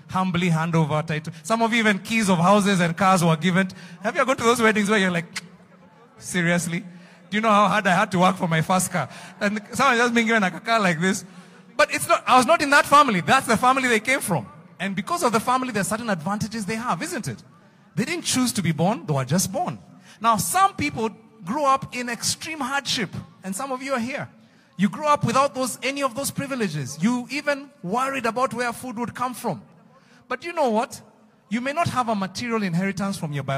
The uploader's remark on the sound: Preached Live at Mavuno South